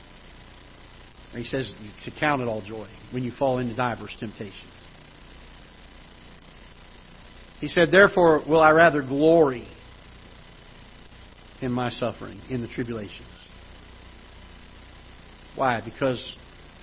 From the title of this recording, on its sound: Ketha Heights Baptist Church ~ Live Broadcast